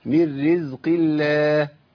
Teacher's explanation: من رزق، ده القاف كمان ضعيفه مكسوره، اقل درجه يعني، ضعيفه جدا. وبعدين لم اسم الجلاله مرققه عشان قبلها مكسور